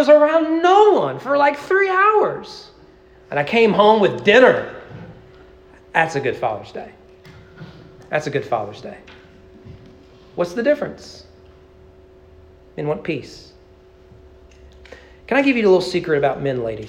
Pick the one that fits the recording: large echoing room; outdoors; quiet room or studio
large echoing room